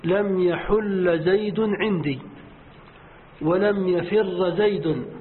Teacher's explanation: فالإدغام هو لغة بني تميم